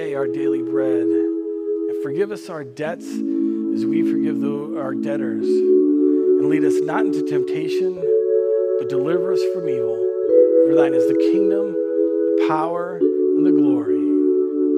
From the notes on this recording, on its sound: Recorded on June 28th, 2020 at Word of Life Church in Le Sueur, MN.